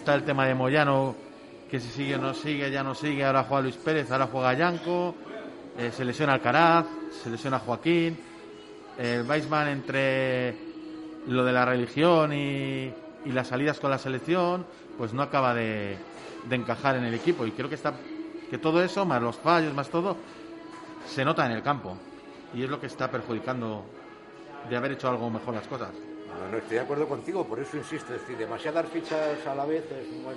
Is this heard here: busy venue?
yes